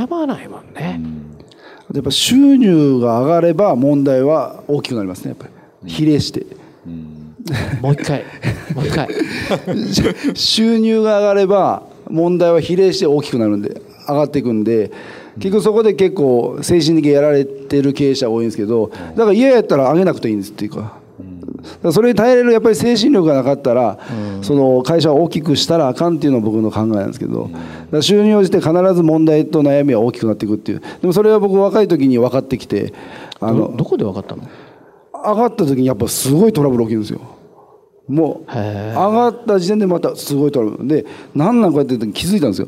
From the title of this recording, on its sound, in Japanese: 大阪公開収録